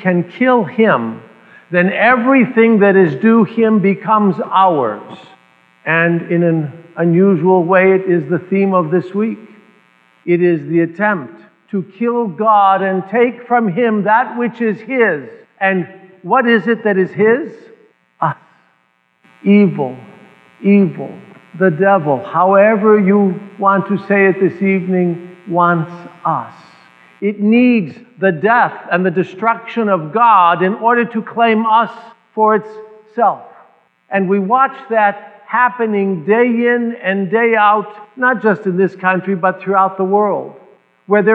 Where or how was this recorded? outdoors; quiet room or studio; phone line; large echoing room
large echoing room